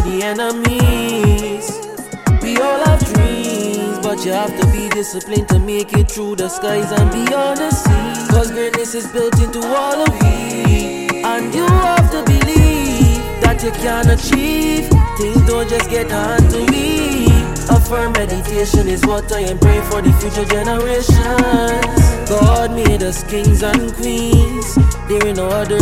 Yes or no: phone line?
no